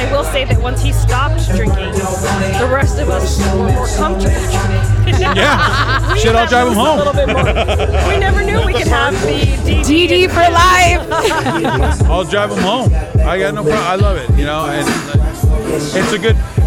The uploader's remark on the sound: Live from Rally in the Alley at Born Free Cycles